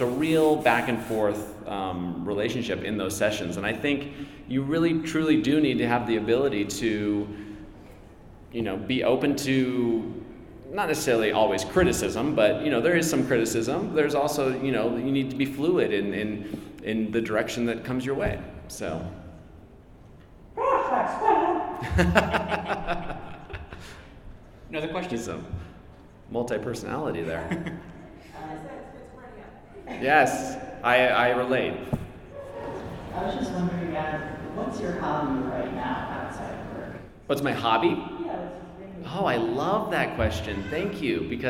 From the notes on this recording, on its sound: Live from FanX in Salt Lake City. Recorded live at FanX in Salt Lake City.